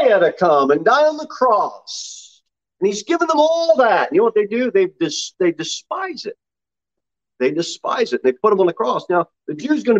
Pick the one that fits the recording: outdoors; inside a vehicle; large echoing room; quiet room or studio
large echoing room